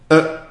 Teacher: اللي هو أقصى الحلق، أ، الصوت واصل يا جماعة؟ أقصى الحلق، هذا هو المخرج الحقيقي، مخرج الهمز المحقق